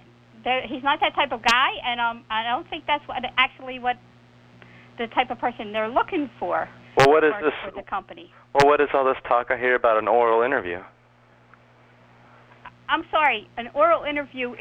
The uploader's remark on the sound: Personal Prank Phone Calls Collection